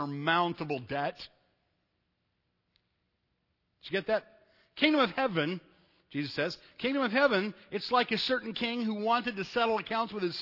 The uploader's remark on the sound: Sunday night at Evangel I preached a message